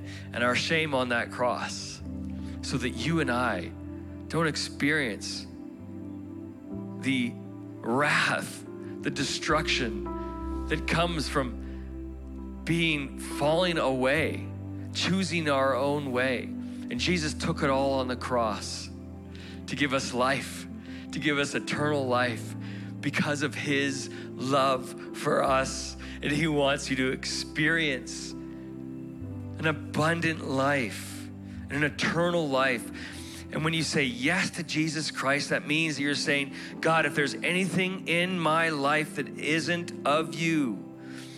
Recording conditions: large echoing room